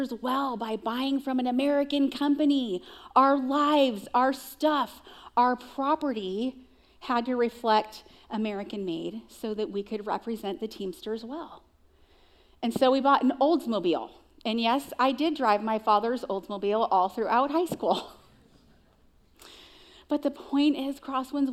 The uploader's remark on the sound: Recorded live at CrossWinds Church on September 10th , 2023.